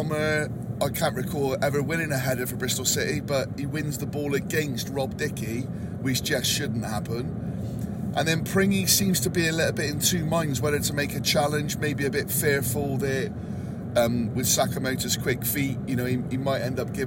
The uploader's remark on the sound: A podcast recorded in the car on the way home